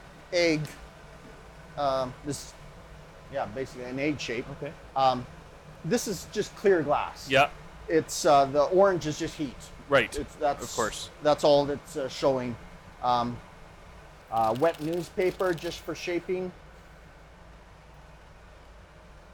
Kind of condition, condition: fault, sounds in the background